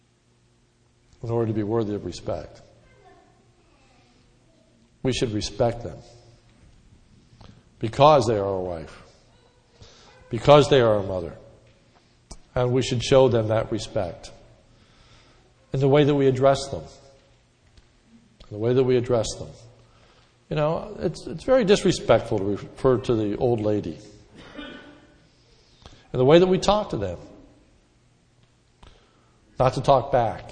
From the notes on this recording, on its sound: This sermon was recorded om Mother’s Day 5/09/10 in the morning service.